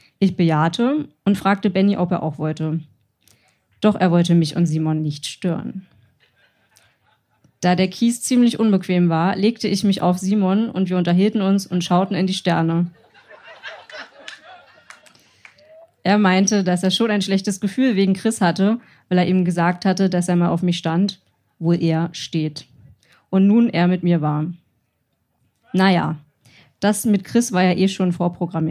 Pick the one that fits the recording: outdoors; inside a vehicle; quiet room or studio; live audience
live audience